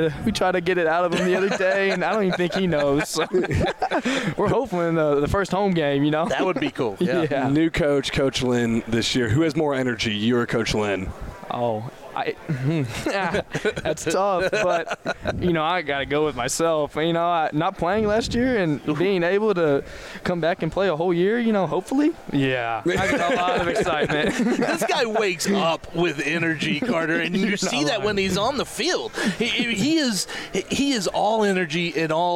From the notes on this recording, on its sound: LIVE from the 2023 Lone Star Conference Media Day. It's a special edition of The Republic of Football as we go live from Lone Star Conference Media Day and talk to coaches and players around the conference.